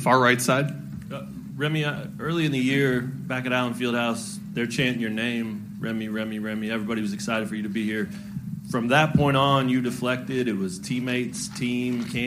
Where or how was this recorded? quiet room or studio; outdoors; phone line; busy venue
busy venue